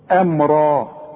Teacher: فاذا جت ميم ساكنة بعدها اي حرف من حروف الاظهار، يبقى انا هظهر الميم، يبقى انا هضم شفايفي، مش هعمل فيه انفراج